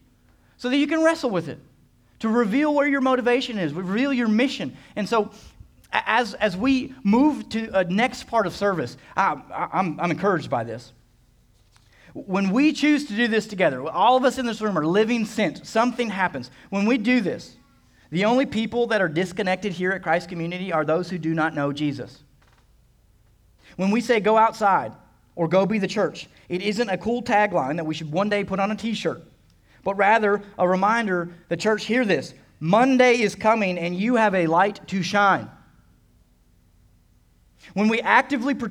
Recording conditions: large echoing room